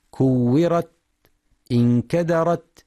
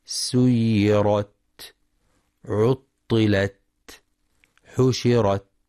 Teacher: ويخطئ بعضهم فيقف على التاء المفتوحة بترك الهمس · Shown in: first take · نحو كورت، انكدرت، يقف عليها هكذا خطأ بدون همس، أو أن ينطق الهمس مشوبا بالسين، نحو سيرت، عطلت، حشرت.